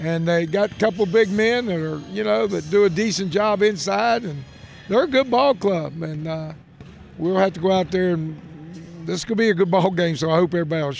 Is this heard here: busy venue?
yes